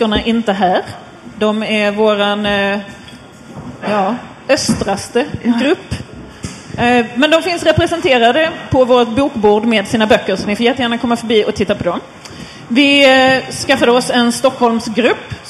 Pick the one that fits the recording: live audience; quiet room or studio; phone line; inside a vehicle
live audience